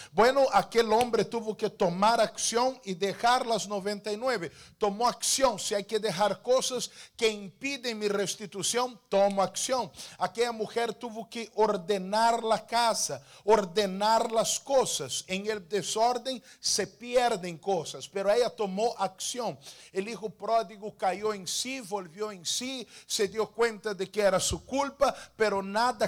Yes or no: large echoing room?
yes